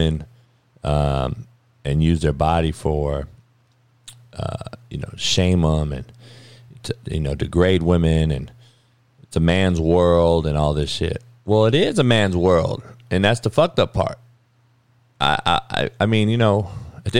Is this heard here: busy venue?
no